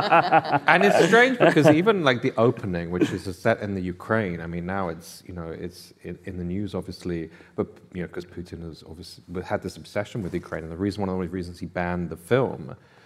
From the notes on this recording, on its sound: This episode was recorded live at the 2023 Sydney Writers’ Festival.